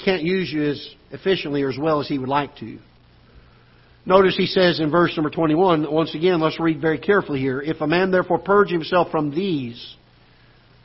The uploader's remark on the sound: Ketha Heights Baptist Church ~ Live Broadcast